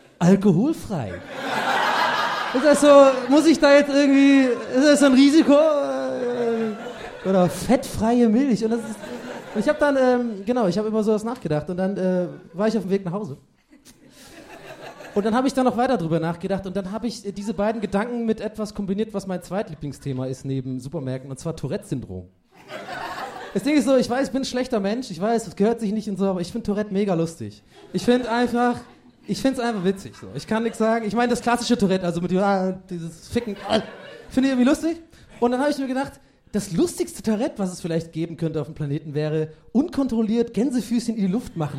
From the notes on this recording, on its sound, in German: Haben sich die drei Showkartoffeln von "Gästeliste Geisterbahn" beim Aufnehmen auf eine Bühne gesetzt und dabei gegen Geld anschauen lassen. Diese Folge ist der Live-Mitschnitt davon, inklusive jeder Menge Sitcom-Lacher!